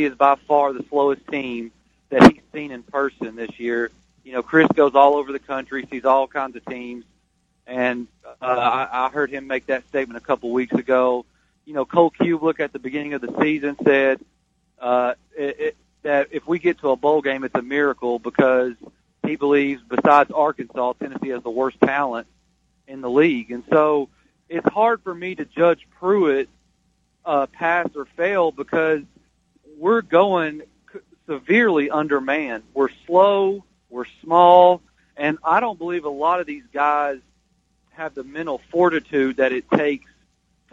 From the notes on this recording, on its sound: take phone calls on the show